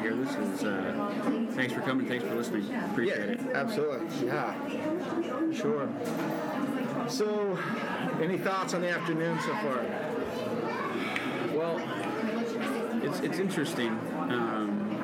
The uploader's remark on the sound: Live from Disneyland! In this episode, the LTP crew broadcasts live from Disneyland Park! This is a collection of various discussions that we have in different locations within the park. We first start off in Pizza Port, discussing the events of the morning...then we go to a spot in Frontierland and interview a special guest/listener. Broadcast from Fantasyland...finally, we record a little segment en route home.